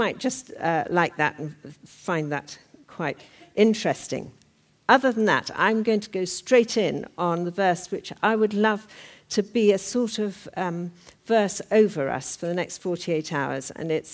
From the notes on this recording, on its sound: talk from the 2013 Women and Leadership Conference